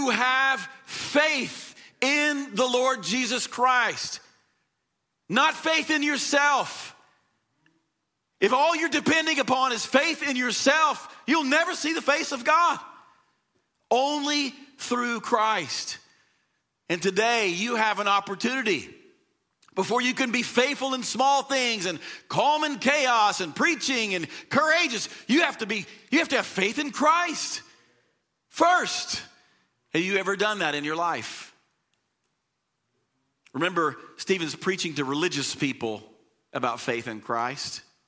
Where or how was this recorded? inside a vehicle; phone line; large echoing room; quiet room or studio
large echoing room